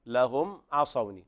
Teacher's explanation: ثم إظهار شفهي لوقوع العين بعد الميم الساكنة